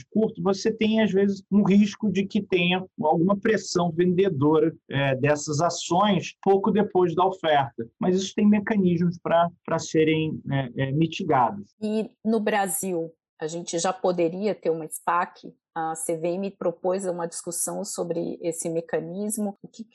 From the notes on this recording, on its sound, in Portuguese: Este episódio foi gravado via internet em home office.